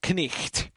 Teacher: And really, that's how you kind of how you do the GHT, except you just kind of do it fast. Instead of really hitting the G, you sort of skim past it so it sounds like pretty much knicht, which is GHT pretty fast.